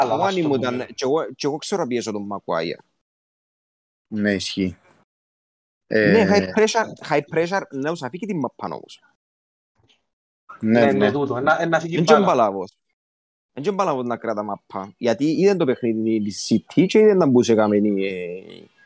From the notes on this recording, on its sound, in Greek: Live συζήτηση στο discord του FPL Cyprus